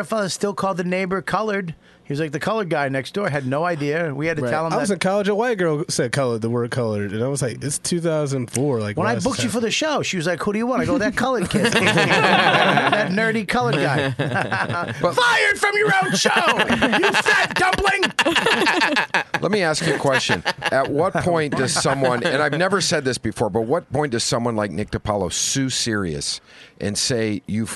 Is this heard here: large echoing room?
no